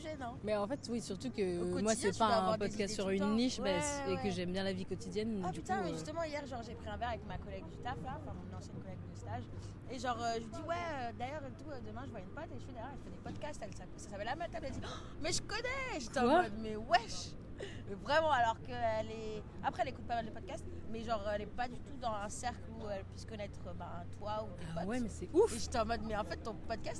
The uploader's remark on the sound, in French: On s'est ensuite posées sur le Canal Saint-Martin pour goûter tout ça et enregistrer nos ressentis en direct.